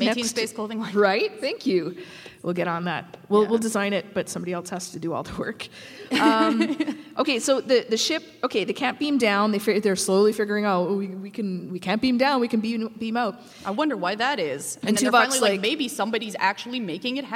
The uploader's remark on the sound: Métis In Space Live at the UBC Sty-Wet-Tan Great Hall. A LiveStudioAudience.